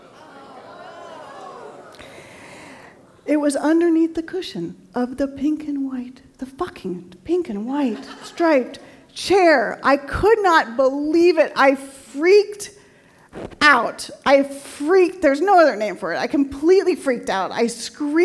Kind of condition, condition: setting, live audience